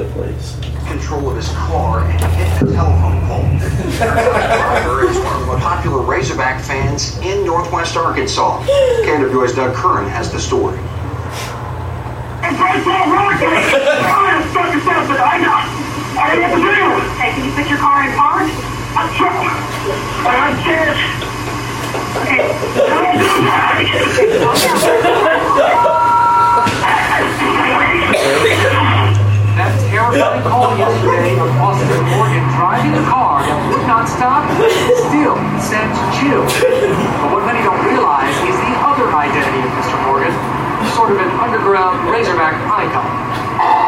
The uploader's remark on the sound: Live from Genuine Joe's